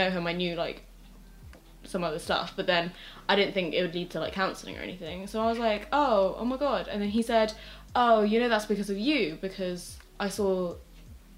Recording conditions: sounds in the background